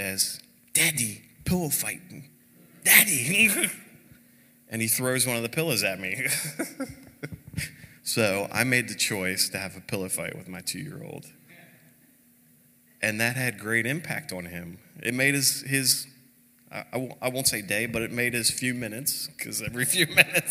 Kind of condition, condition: setting, large echoing room